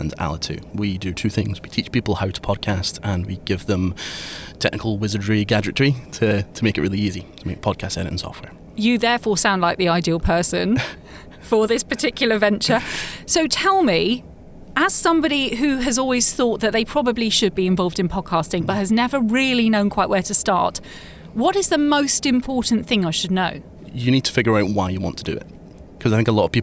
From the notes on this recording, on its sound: Recorded live at the Podcast Show in London.